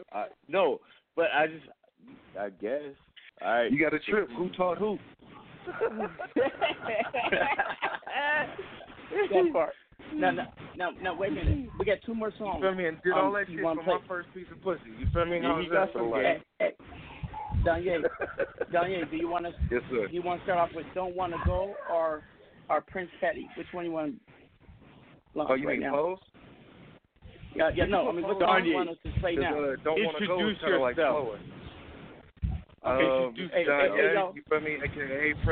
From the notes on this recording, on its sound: We have invited various people to call in and discuss some trending topics , current events and local happenings in their neck of the woods!